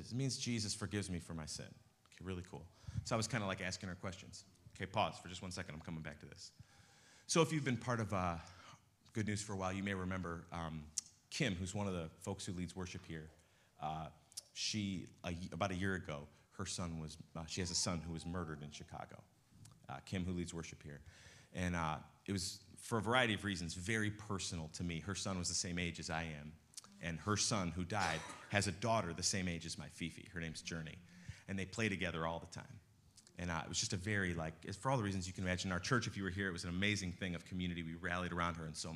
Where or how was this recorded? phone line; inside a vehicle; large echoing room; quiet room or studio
large echoing room